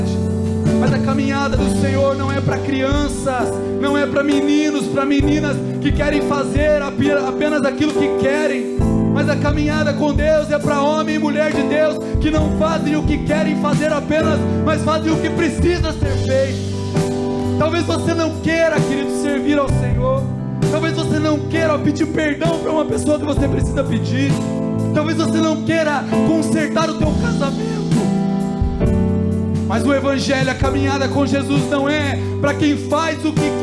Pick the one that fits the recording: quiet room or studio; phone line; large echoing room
large echoing room